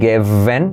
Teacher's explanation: La I como E, given, la V, semiclave, no es giving, sino given, la V se hace como una F, ¿vale? Activando las cuerdas